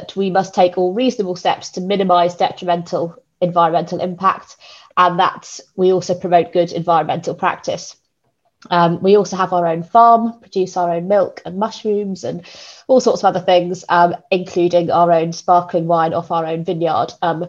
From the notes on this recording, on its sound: This is a recording from our Sustainable Wine Packaging online conference